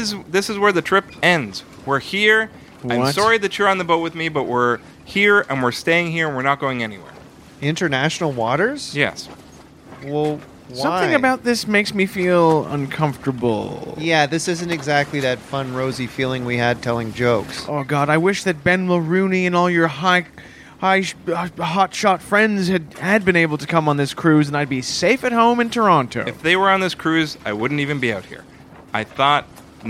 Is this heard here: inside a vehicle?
yes